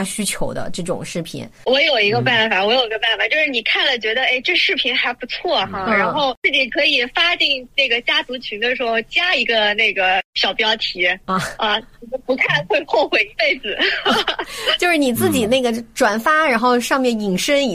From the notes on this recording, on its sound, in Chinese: 本期播客是连线录制，音质有些渣渣，还请大家多多包涵